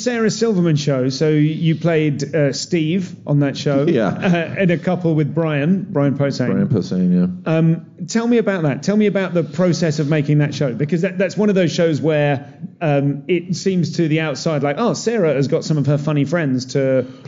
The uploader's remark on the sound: live at South By Southwest